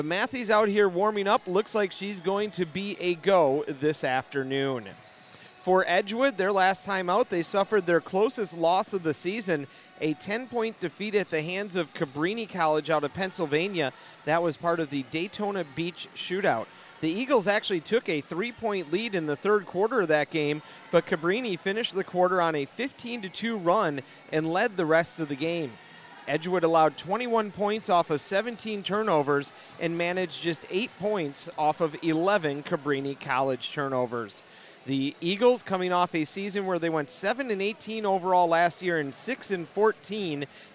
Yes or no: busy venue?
yes